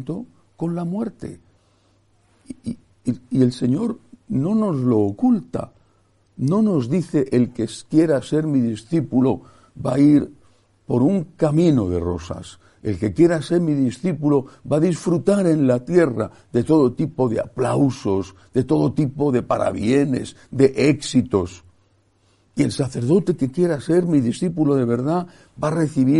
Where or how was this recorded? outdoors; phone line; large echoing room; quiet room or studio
large echoing room